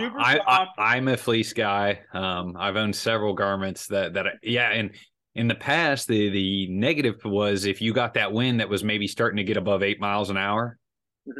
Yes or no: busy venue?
no